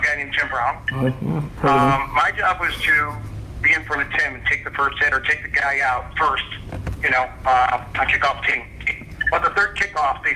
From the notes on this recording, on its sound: conference call interview